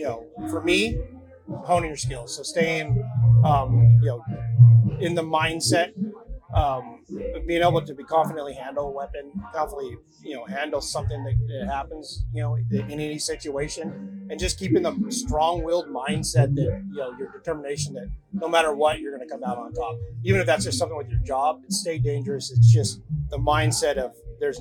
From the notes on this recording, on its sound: On Location at the Smith & Wesson Grand Opening. Were invited to the Smith & Wesson Grand Opening & Fall Festival in Maryville, Tennessee, back in October.